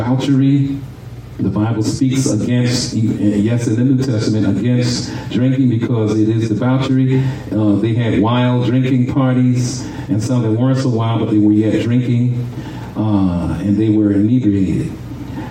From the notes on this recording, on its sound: shared this message live at RACC on 5/28/23.